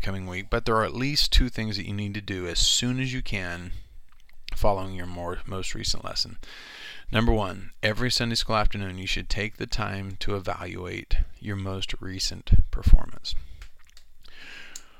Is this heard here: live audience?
no